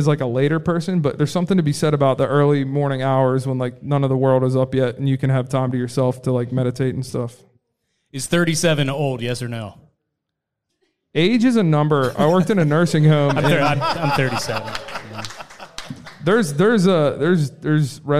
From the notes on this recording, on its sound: Live from the Love Local Courtyard Concert Series. We've got a new micro-cast from the Love Local Courtyard Concert Series!